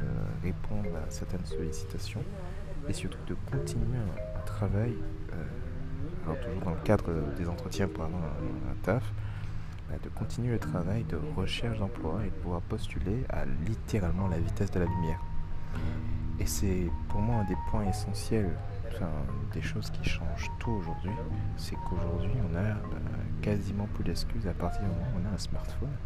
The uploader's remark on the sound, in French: Un épisode enregistré dans le RER